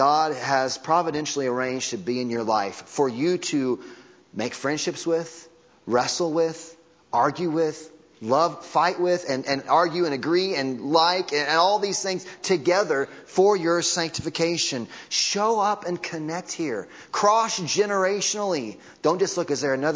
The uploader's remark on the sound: Audio from Sunday Morning Service.